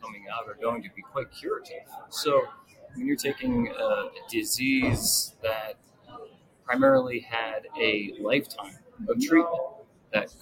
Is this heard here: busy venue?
yes